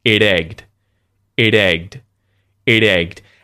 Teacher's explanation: It's not a hard T. It turns into a T flap. It's surrounded by two vowels.